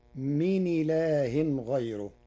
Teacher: بنقل حركة الهمز إلى الساكن قبله تخفيفا مع ترقيق راء غيره لوقوع ياء ساكنة قبله، فتصير من إله غيره.